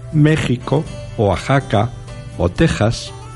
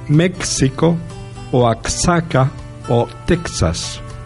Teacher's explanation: Eh, la letra X que escriben los mexicanos en palabras como México, Oaxaca o Texas, nosotros también podemos escribir estas palabras con X se pronuncia, sin embargo, J, como la he pronunciado yo ahora · Shown in: first take · Nunca está permitida la pronunciación México o Axaca o Texas.